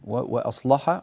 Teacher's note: تغليظ اللام في قوله تعالى فمن آمن وأصلح